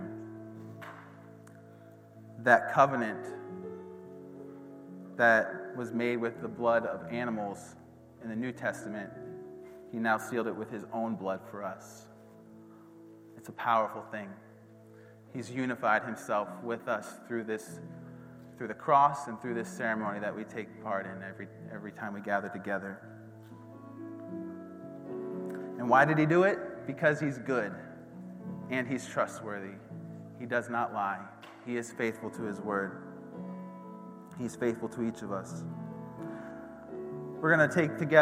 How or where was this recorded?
large echoing room